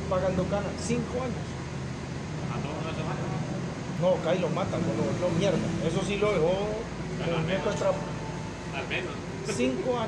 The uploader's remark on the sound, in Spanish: perdonará por el ruido